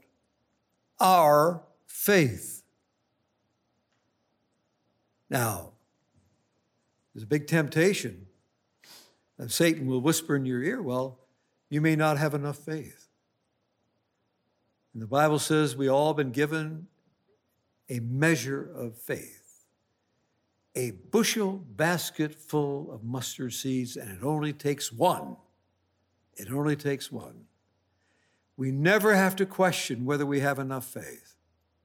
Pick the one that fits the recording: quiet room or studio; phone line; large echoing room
large echoing room